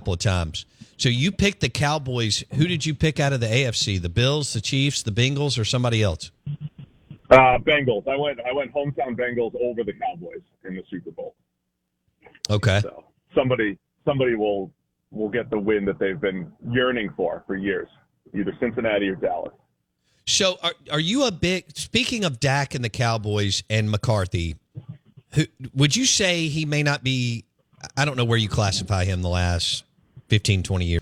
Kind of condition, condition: link, phone line